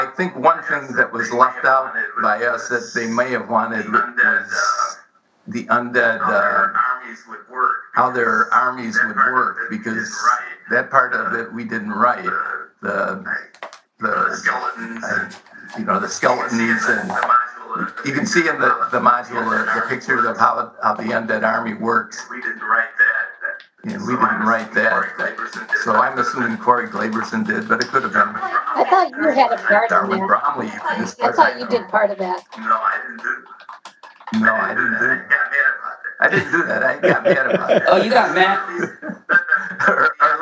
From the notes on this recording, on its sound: The audio was unfortunately not as great as we would have liked (through no fault of our guests, this error was on our side).